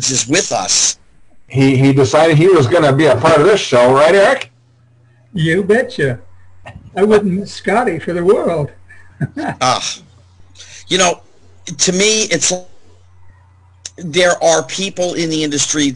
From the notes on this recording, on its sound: my computer had just done an update and messed up my microphone settings, so you will have to bear with the distortion.